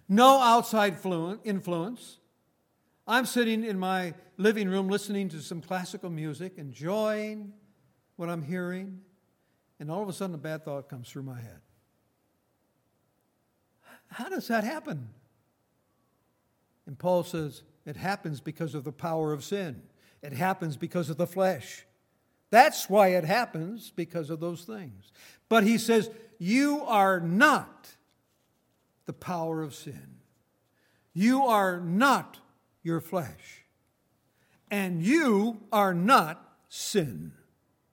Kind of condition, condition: setting, large echoing room